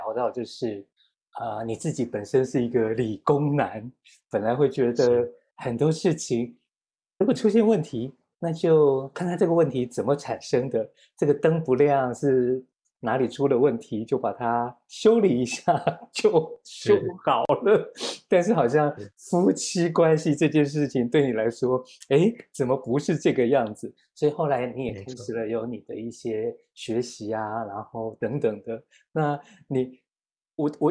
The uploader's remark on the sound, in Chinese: 錄音地點 台南、南京。這一集是《生命小彩坊》第五次以「雲端」的方式來錄播。